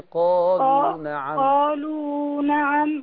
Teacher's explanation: الواو حركتين بس، مد طبيعي